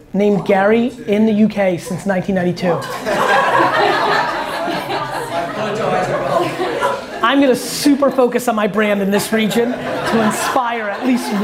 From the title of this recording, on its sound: London Fireside Chat